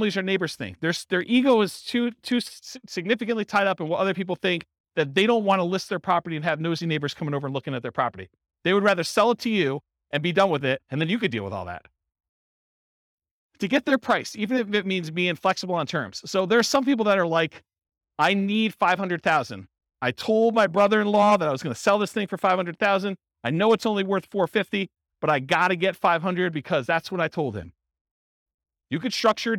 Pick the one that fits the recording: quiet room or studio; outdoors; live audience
live audience